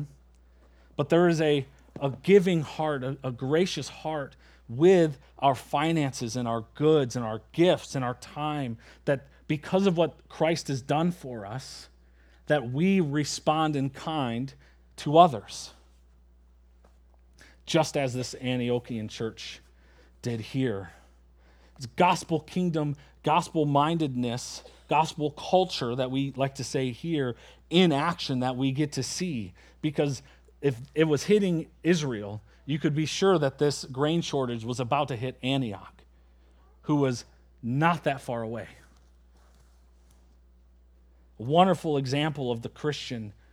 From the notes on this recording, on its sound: at Springbrook Church in Antigo, WI.